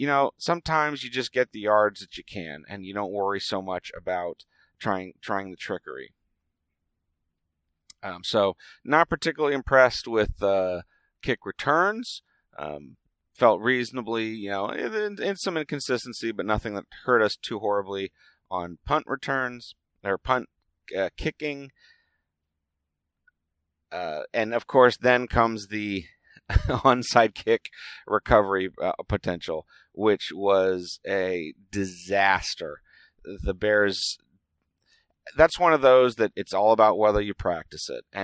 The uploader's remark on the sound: It was recorded on the drive home as always